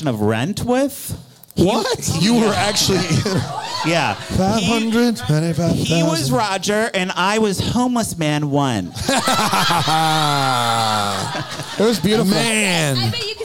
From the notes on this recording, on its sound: LIVE from Bramble Fest 2023